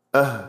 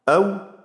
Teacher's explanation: لن تجد أبدا حال التأمل الشديد لنطق الهاء مثلا أنها في نفس البقعة التي تخرج منها الهمزة، لما تقول مثلا أو أه، تجد أن الهاء أصعد من الهمزة